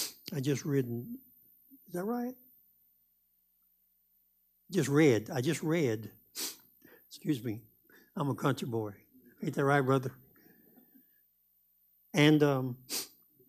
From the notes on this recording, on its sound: Live Wednesday Evening Service